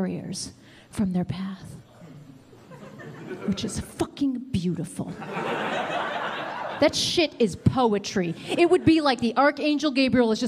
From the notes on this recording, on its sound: Stand Up Comedy Live Gotham Comedy Club.